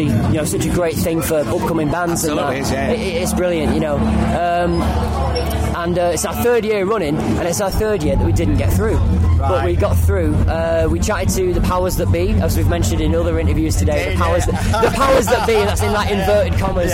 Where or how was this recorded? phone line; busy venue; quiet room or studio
busy venue